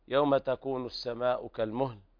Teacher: السماء طبعا هنا مد واجب متصل، وهذا متفق على مده لكل القراء.